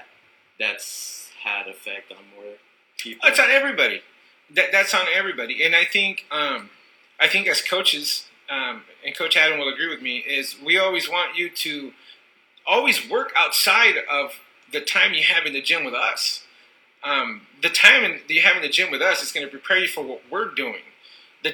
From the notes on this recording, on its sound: sorry for the audio, we are beginners